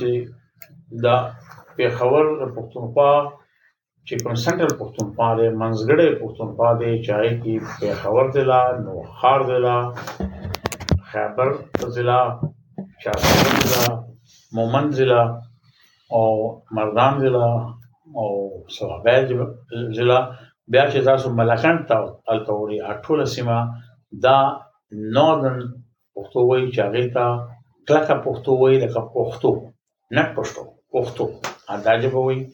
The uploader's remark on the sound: We apologize for the background noise.